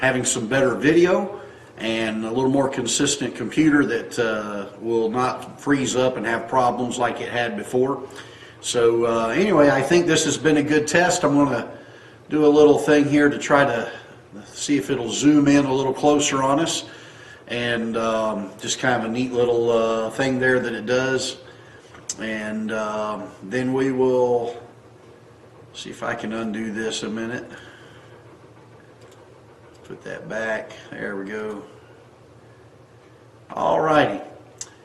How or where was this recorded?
large echoing room